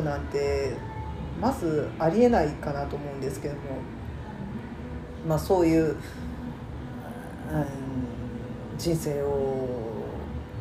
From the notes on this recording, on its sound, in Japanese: カラオケルームで収録してるので、バックに雑音がかなり入ってます